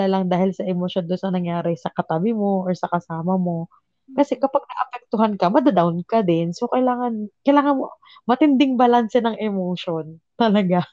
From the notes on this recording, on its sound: Disclaimer: sorry sa audio ko, lamnyo na, slapsoil probs LOL.